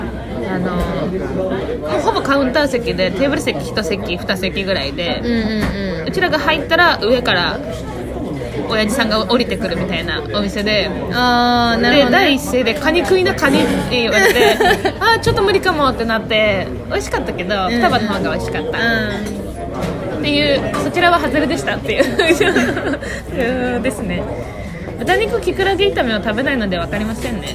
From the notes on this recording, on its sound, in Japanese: 2020/12/19 19:47新宿の喫茶店タイムスにて収録